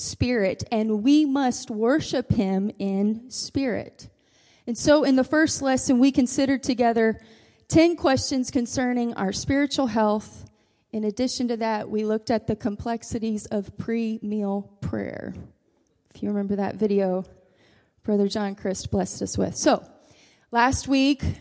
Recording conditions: large echoing room